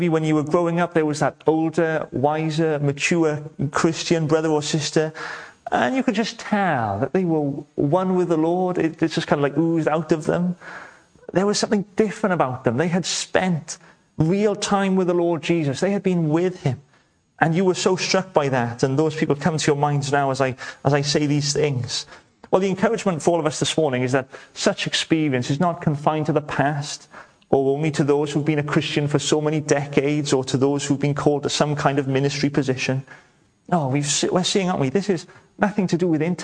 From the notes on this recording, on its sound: welcome to Bethel Evangelical Church in Gorseinon